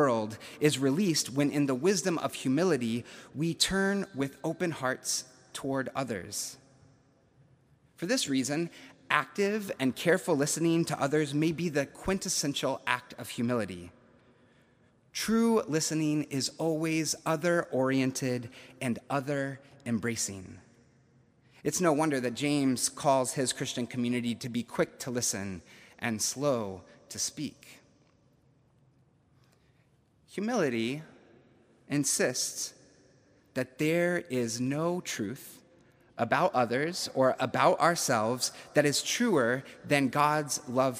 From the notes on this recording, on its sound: September 19, 2021, at Duke University Chapel